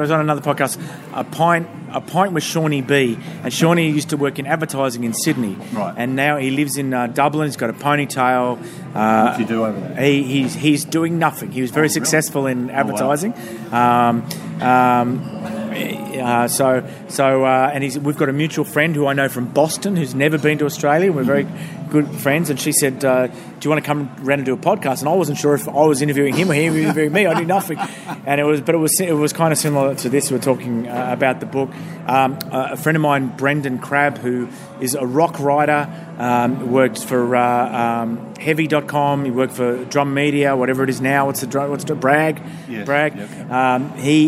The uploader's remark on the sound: At the Hilton Hotel in Manchester (the quietest place we could find near the station).